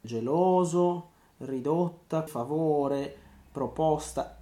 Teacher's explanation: Allora, la O, diciamo, eh, chiusa è quella senza accento, tipo geloso, ridotta, favore, proposta, eccetera, eccetera. These are all versions of closed O's on the stressed syllable.